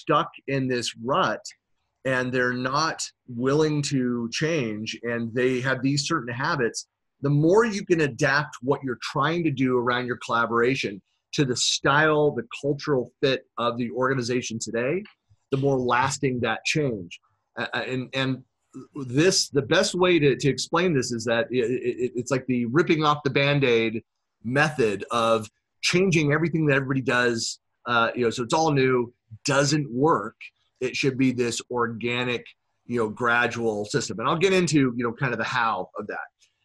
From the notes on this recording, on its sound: Virtual keynote presented in January 2019 for SharePoint Saturday Virginia Beach (#SPSVB)